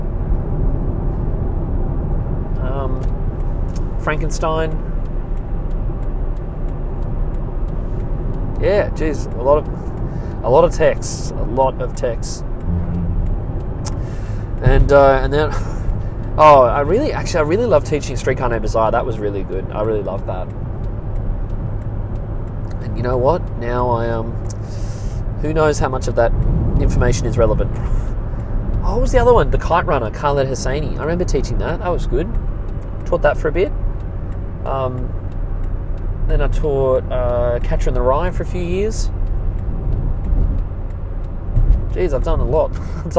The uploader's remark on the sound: I'm in the car with some news for all of you.